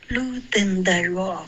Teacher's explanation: Loosen,别发成 den, okay?是一个 z 的音你得摩擦。